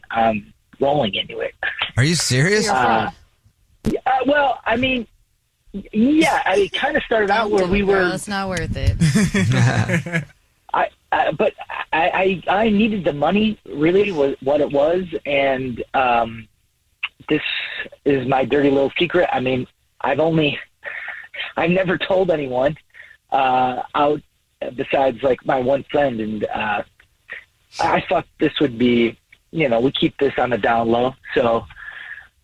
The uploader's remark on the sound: Somebody on the phone wants to tell us their Dirty Little Secret.